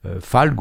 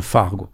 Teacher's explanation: dans le nord, côté Bastia et côté Balagne, par exemple, le L devient R · Shown in: second take · ça devient Fargo.